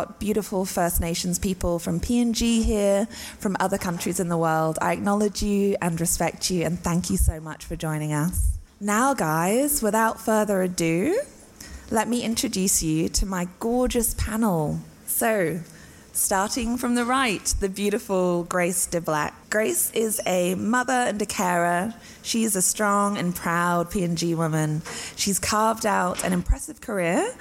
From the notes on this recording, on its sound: Live Show at ACMI! Full-house, crowd.